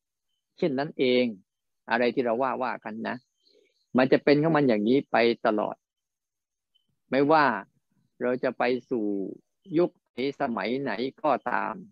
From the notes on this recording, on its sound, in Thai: บรรยายผ่านระบบ zoom